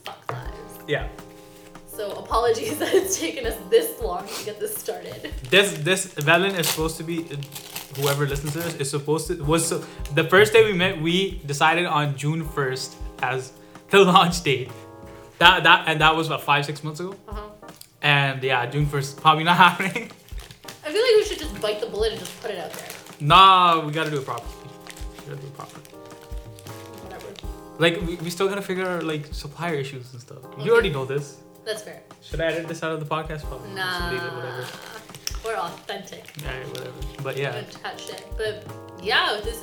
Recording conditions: background noise